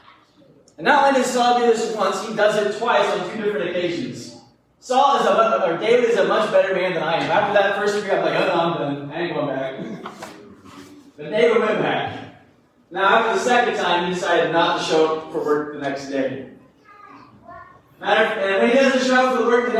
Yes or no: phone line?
no